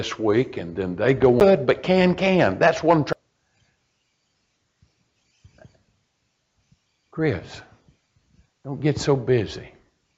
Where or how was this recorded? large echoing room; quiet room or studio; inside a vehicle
large echoing room